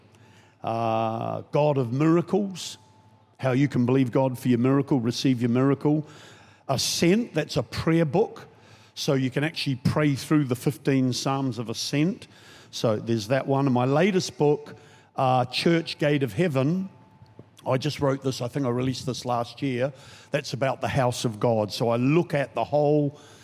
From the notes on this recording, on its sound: Recorded during our 5pm service on Sunday, the 25th of June 2023